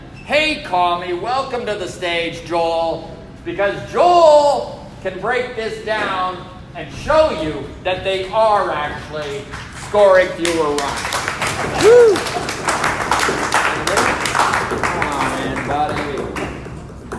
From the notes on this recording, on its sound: Recorded LIVE in Edmonton!! At Long Roof Brewing!